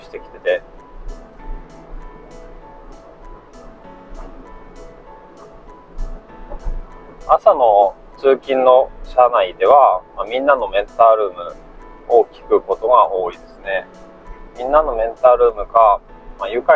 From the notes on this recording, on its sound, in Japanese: 車中のため音質は悪いです。